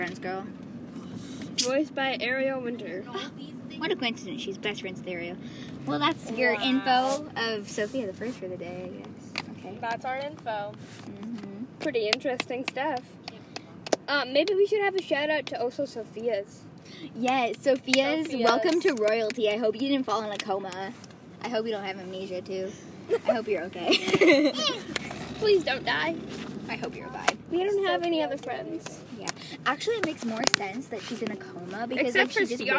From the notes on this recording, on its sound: In the car.